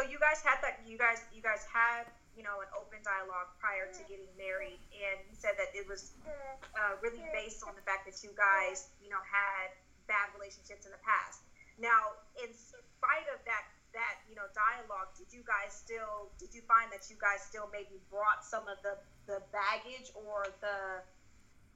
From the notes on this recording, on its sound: In this episode we hold a phone conversation with our two best friends